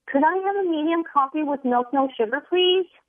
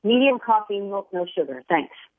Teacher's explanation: So the first one goes up at the end, right? And the second one goes down at the end.